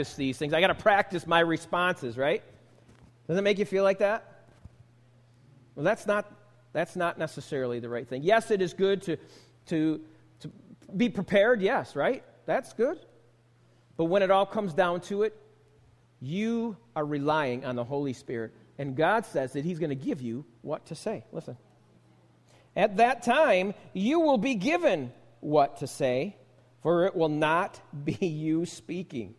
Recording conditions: large echoing room